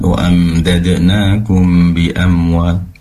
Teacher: di sini ikhfa syarawi, pastikan mendengungnya lebih lama, tadi terlalu singkat